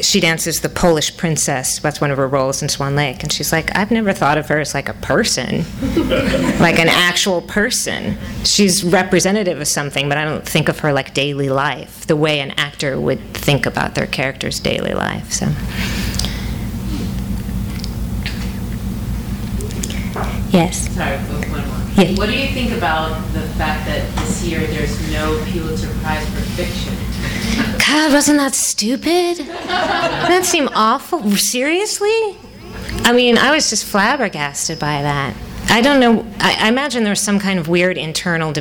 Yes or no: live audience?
yes